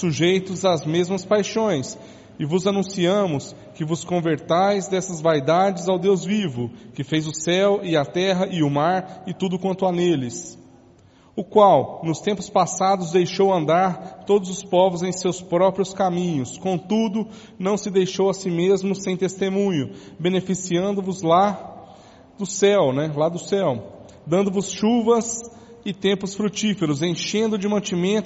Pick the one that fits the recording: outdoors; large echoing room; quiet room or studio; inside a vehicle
large echoing room